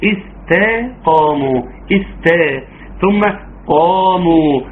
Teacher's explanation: استقاموا، همس السين طبعا تخليها وألوا استقاموا بالصاد، يبقى حاضر الهمس بتاع السين وترققها وترقق التاء